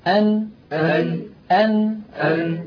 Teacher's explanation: من طرف اللسان فوق مخرج اللام بقليل مخرج حرف النون